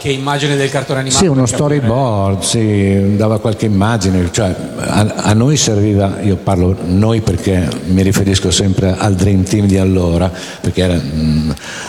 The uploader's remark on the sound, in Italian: Dal palco centrale di Lucca Comics & Games 2018